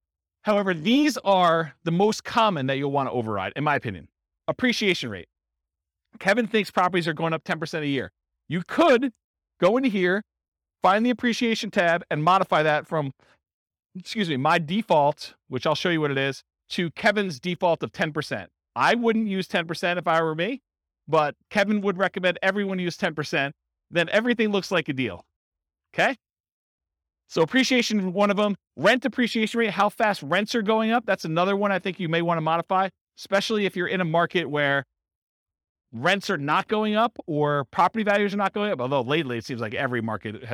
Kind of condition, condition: setting, live audience